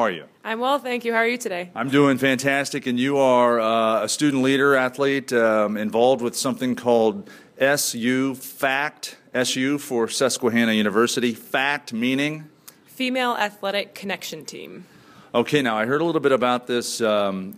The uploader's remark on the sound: Live at Tulane University